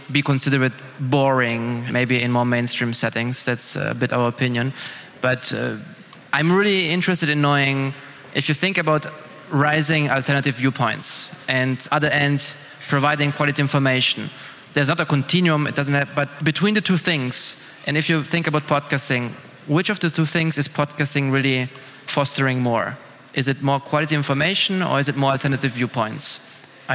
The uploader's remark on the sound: Recording of a panel debate held on the 12th of October at Bozar in Brussel. Organized by Sphera Media Lab and Arty Farty.